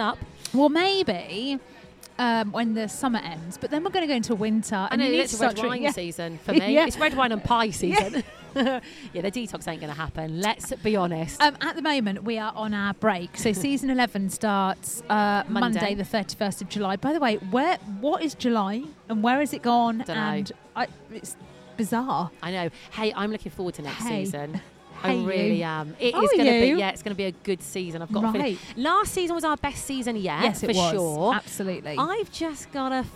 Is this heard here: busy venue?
yes